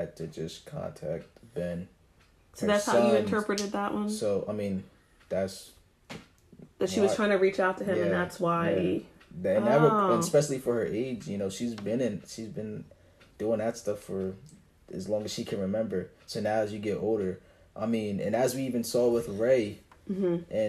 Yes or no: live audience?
no